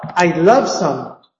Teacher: And now, something that would have the peak in the main verb of a modal verb that is in affirmative mode, in positive mode, and there is an up and down movement to indicate that the main stress, the primary stress, is going to be in love.